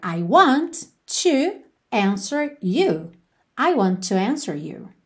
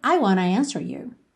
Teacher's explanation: Com a contração want to virando wanna · Shown in: second take · I wanna answer you.